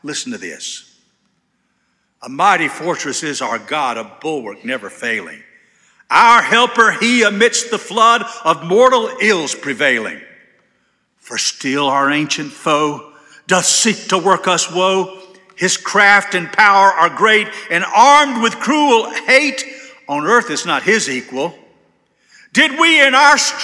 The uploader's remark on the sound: This sermon was delivered on July 30, 2023 at First Baptist Church Hendersonville, NC.